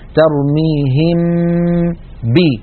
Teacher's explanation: لما نبدأ بنطق الباء لا غنة في هذه الباء بل الغنة باقية في الحرف الأول وهو الميم · Term: الإخفاء